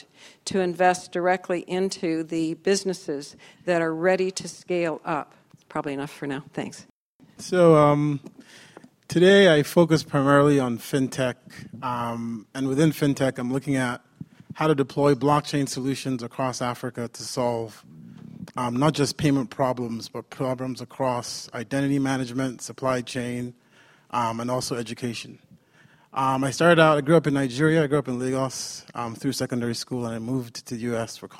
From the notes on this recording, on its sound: This panel session was recorded at the Trade with Africa Business Summit in Bentonville, Arkansas over the summer.